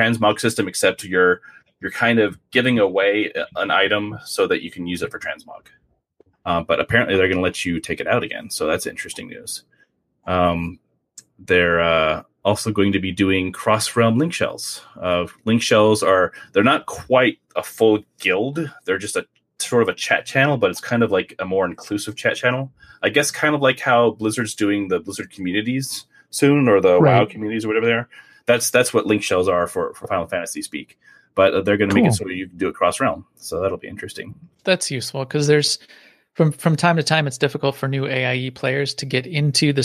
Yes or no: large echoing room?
no